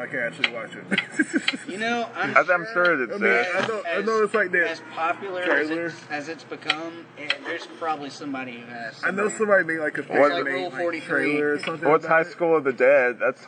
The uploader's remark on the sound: Sorry for the weird audio issues in this one the quality improves in later episodes!